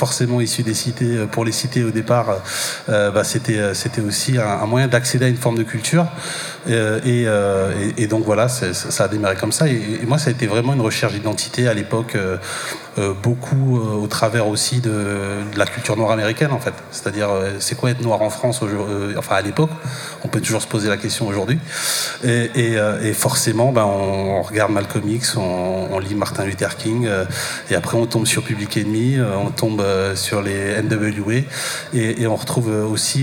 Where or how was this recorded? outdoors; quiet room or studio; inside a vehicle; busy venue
busy venue